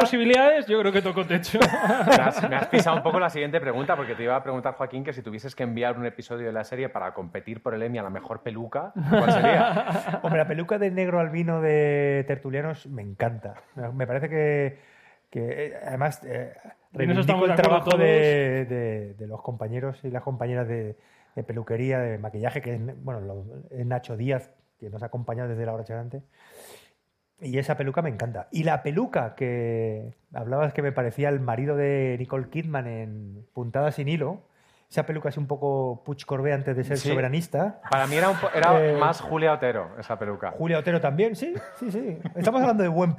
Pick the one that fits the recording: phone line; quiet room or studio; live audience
live audience